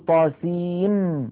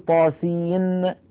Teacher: فلذلك أرجو الانتباه، وأرجو أيضا الانتباه إلى ما يحدث من أحكام عند اقتران هذه الحروف، يعني لما نقول طاسين هنا ينشأ إدغام، لأن طاسين آخرها نون ساكنة وميم أولها ميم، فندغم النون في الميم · Shown in: first take · فنقول طاسين ولا نقول طاسين بالنون.